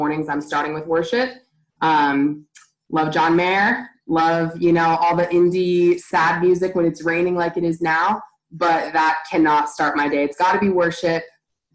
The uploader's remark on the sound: A few of our leaders sat down (in their own homes of course) over a ZOOM call